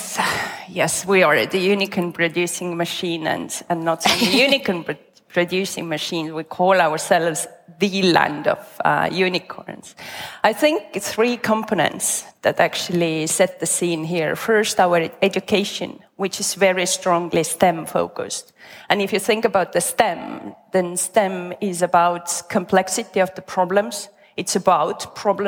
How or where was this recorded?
live audience